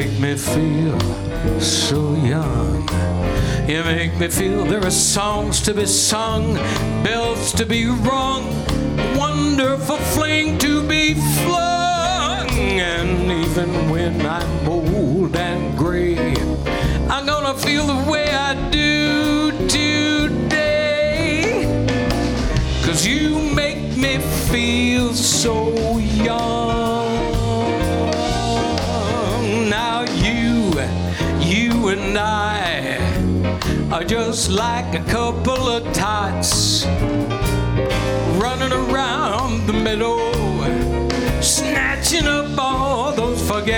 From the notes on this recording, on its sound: Live at the South Point Casino